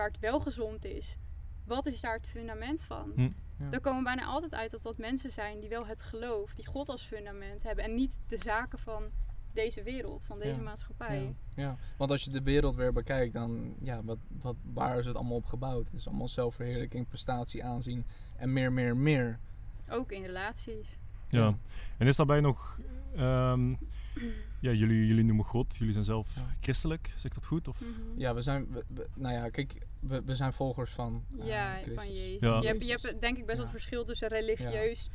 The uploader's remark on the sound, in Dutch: We hebben het gesprek buiten opgenomen, midden in de natuur dus je hoort af en toe een vogeltje of een ander geluid.